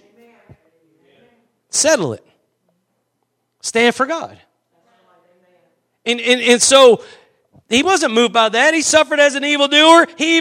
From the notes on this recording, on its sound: Preached at Gospel Lighthouse in Bossier City, La.